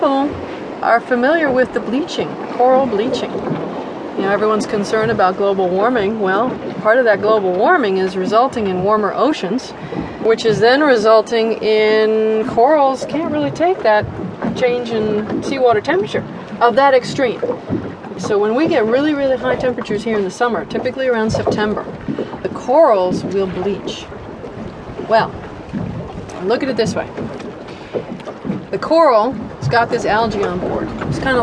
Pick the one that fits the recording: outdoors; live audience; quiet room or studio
outdoors